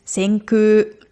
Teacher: Vorsicht, die Aussprache ist Senkü, also ein langes U. Also nicht so, wie man schreibt Senkü, also das K und U, sondern eigentlich ist Senkü.